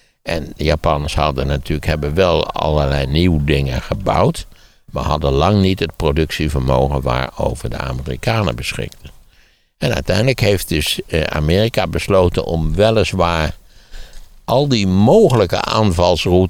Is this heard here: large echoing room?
no